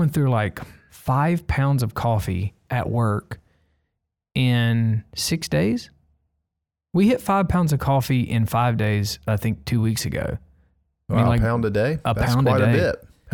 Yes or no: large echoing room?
no